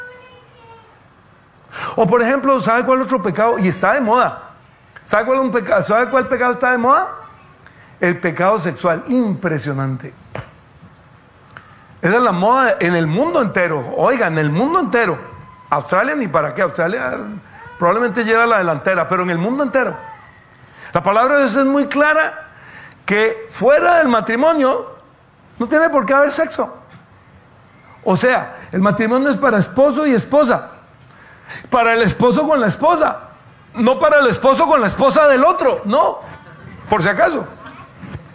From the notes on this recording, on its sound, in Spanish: Tema originalmente presentado en vivo en la Reunión Familiar de Sydney el día 10 de Diciembre de 2022 por FaceBook Live